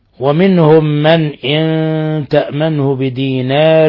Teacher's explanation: نون ساكنة جاء بعدها الهاء، الحكم التجويدي إظهار حلقي